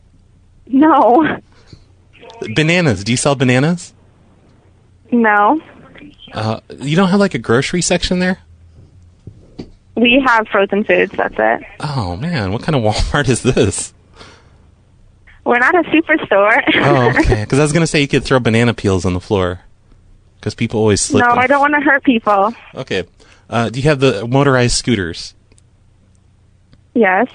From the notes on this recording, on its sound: …'s Personal Prank Phone Calls Collection.